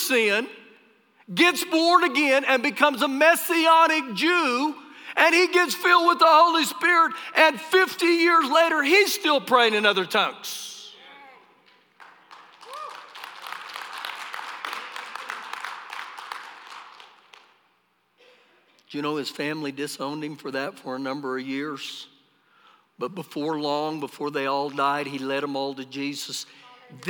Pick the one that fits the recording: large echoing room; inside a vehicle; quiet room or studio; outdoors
large echoing room